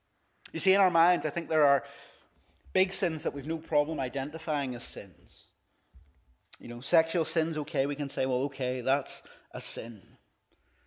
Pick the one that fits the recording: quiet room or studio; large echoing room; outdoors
large echoing room